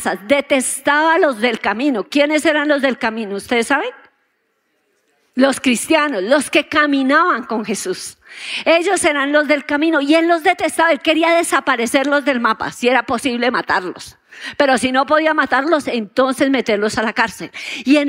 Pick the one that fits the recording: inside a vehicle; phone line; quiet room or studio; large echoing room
large echoing room